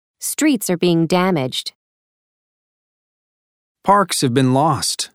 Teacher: Notice how the auxiliary verb forms is, are, has, and have are reduced in conversation. · Term: Reduction of auxiliary verbs